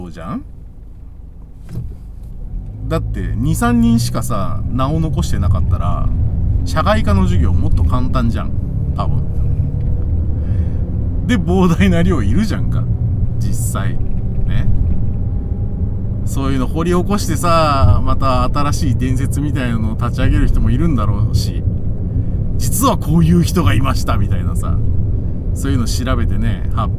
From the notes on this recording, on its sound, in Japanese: 君は助手席で眠っていて。ただ運転して、ただ話してるから。車の走行音と運転手の声を遠くに聞きながら。